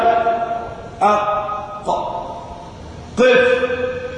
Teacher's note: وأنا أقلقل القاف لأن من صفاتها القلقلة الاهتزاز